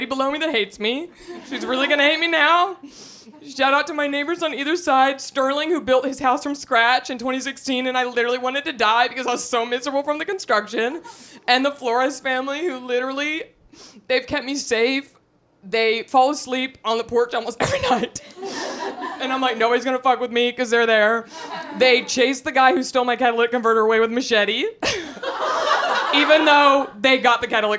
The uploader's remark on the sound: On this very special live Natch Beaut show. Welcomed 30 hunnies into her apartment for an intimate and powerful farewell moment.